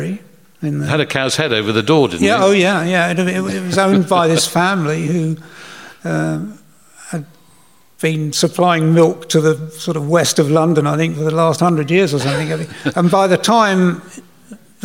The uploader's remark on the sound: In conversation at Cecil Sharp House. On stage at the Indoor Festival of Folk.